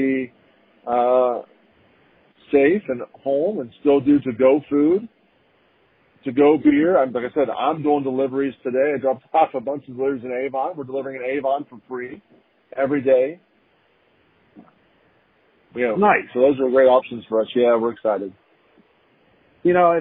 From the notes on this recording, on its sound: I chat via telephone